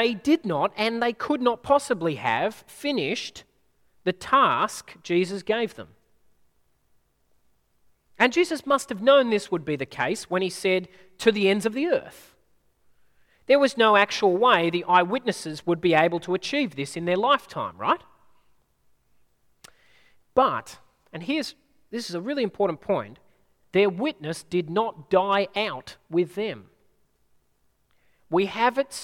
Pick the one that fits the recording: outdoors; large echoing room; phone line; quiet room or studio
large echoing room